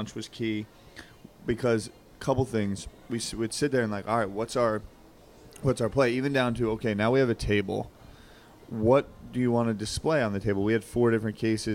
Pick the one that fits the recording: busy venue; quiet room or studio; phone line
busy venue